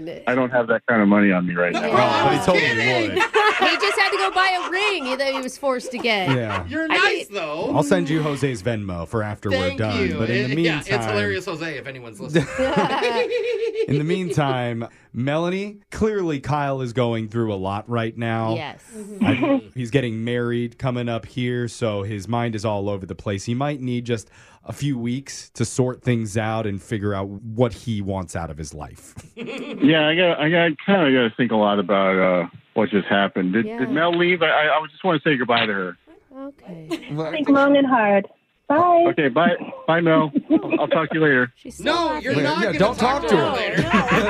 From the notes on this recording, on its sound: The guy in today’s Awkward Tuesday Phone Call has stayed friends with his ex for 10 years!